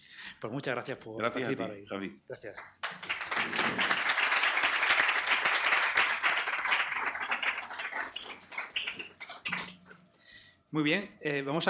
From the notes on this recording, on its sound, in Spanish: Especial en directo desde la sala Ámbito Cultural de El Corte Inglés. Hemos aceptado el reto lanzado por la sala de Ámbito Cultural del Corte Inglés de Badajoz y hemos preparado una grabación con público en “falso directo”.